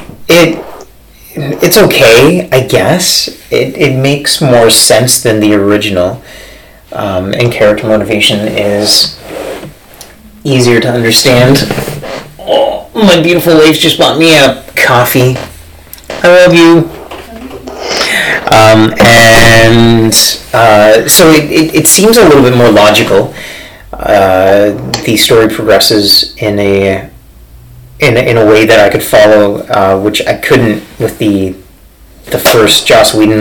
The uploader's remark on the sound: I'm pretty sure the sound quality sucks